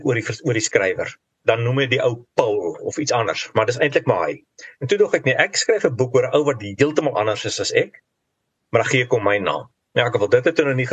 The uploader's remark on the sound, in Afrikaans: vanuit sy huis in Nieu-Seeland via Zoom